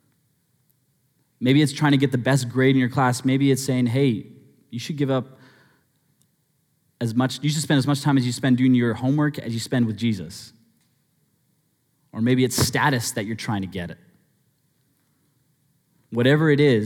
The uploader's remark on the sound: Sermon Audio From Northview Young Adults